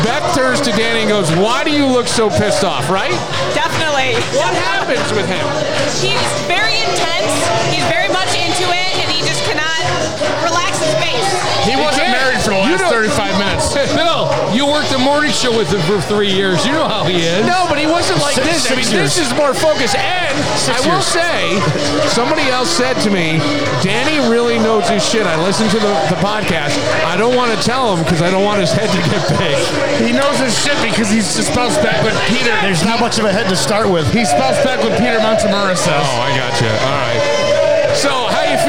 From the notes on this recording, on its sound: This episode was recorded at BTB Wood Fired Pizza and Grill in the Mall at Greece Ridge. Pittsburgh Steelers game.